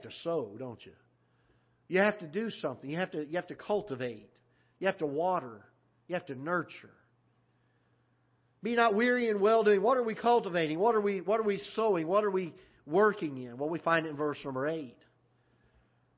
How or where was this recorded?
large echoing room